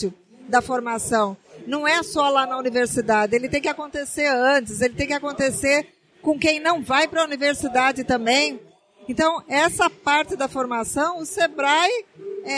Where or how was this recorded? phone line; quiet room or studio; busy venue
busy venue